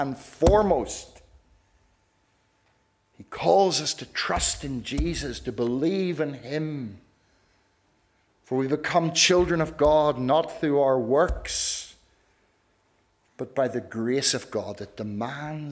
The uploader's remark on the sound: This is the recording of the Bible reading and sermon from our harvest evening service